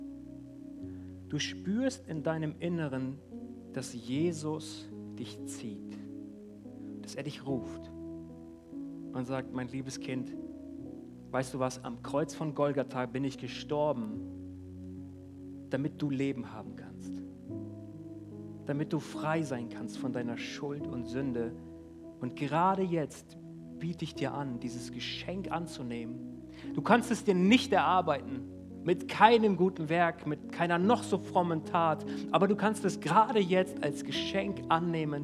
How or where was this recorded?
large echoing room